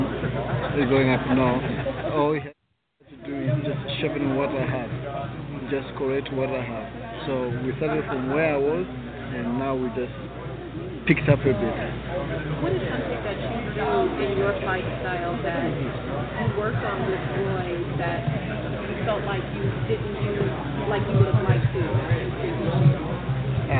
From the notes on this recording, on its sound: Live from Vegas Day 1